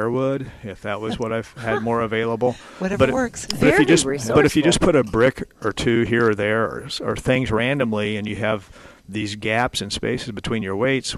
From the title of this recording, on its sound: Live at Prairie Gardens